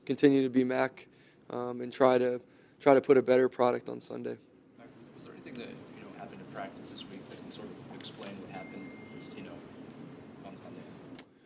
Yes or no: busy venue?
yes